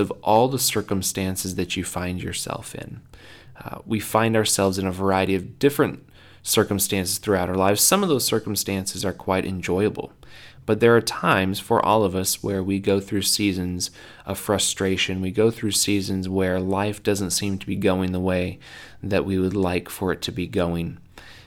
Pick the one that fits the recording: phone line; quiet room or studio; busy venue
quiet room or studio